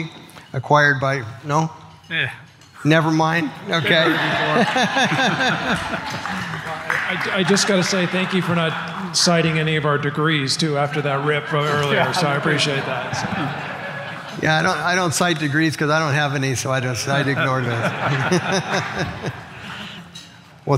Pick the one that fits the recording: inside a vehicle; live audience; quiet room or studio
live audience